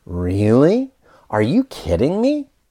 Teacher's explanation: your intonation needs to go up